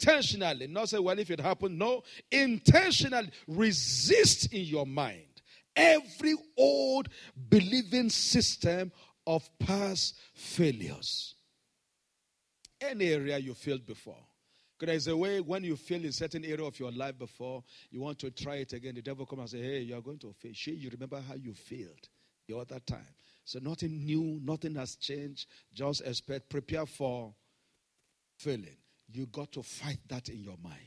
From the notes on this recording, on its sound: This Sunday Service message